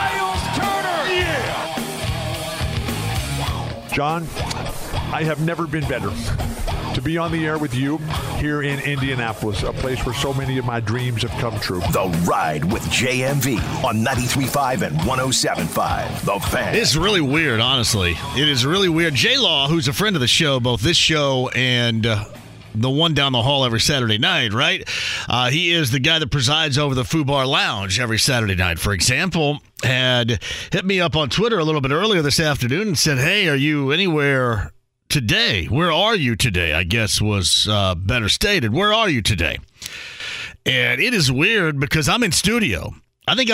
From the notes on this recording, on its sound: Opening up the phone lines to talk to some listeners! Opens up the phone line again as listeners call. Continuing to take some calls from listeners.